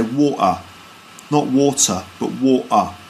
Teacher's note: in London, you get the glottal stop, which is where they don't pronounce the T